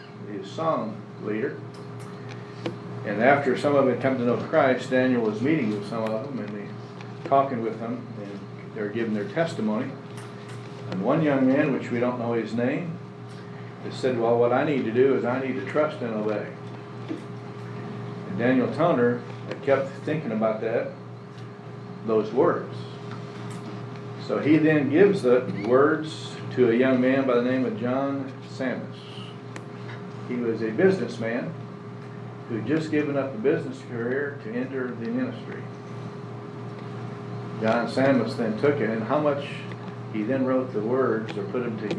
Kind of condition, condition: setting, large echoing room